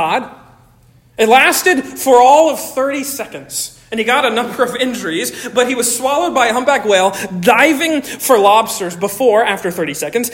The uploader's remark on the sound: Originally delivered on 27 August 2023 at Stonington Baptist Church, Paxinos, PA. At Stonington Baptist Church, Paxinos, PA.